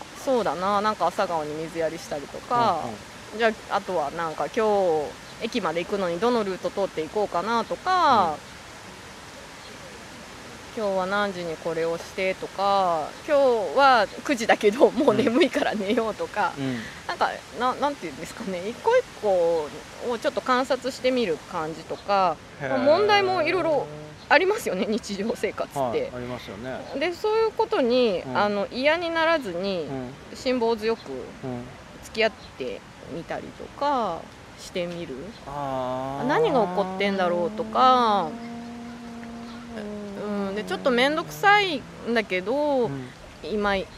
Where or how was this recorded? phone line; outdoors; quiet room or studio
outdoors